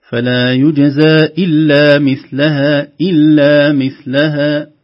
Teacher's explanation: بدون مد في اللام، بدون غنة في اللام، أو يعني بدون تطويل في اللام مشددة.